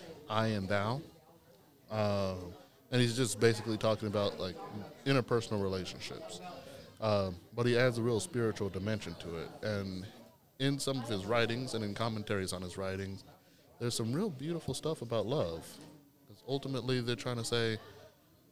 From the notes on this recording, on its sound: Recorded during the June Teen Vibe Camp.